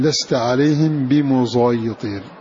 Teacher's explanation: فلا هي سين ولا هي صاد، بل هي ممزوجة منهما بحيث يتولد حرف ليس بصاد خالصة ولا بسين خالصة، فهذا هو الإشمام.